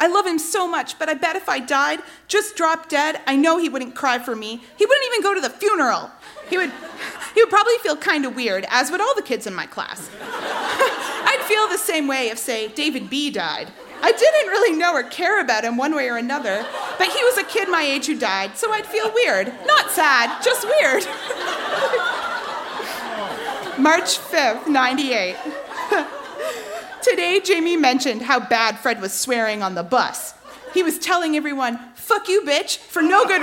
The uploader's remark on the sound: Recorded live at The Rondo in Windsor, ON.